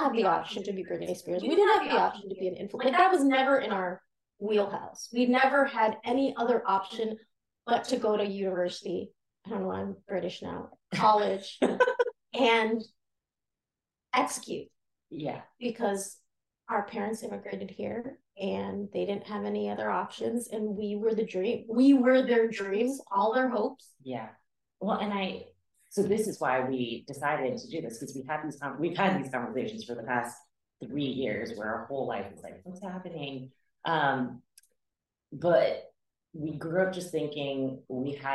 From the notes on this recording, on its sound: struggle to understand how to use the mics without an echo